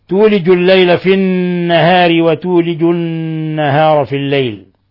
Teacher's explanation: نون مشددة في لفظ النهار المكرر مرتين، فالنون تغن مقدار حركتين